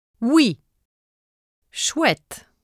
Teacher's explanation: When the vowel sound ou occurs before another vowel, the sound w is usually formed. · Term: Le son w